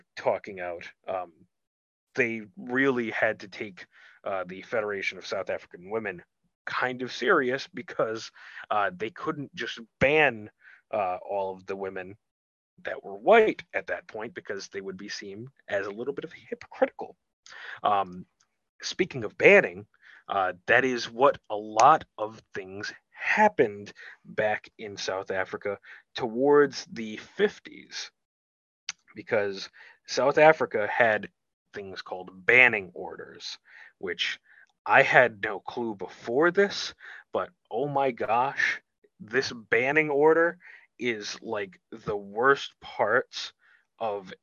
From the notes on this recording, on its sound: your four hosts are back around the (Zoom) table